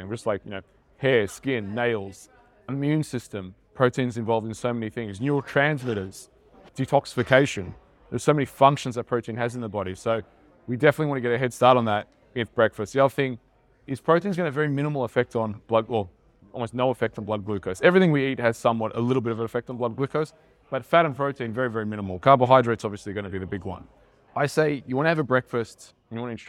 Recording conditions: live audience